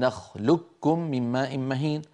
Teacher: القاف من أقصى اللسان فوق والكاف أسفل منها بقليل · Term: متقاربان